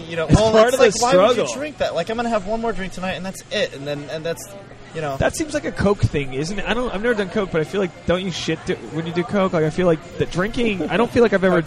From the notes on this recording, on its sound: We recorded it at a bar in Los Angeles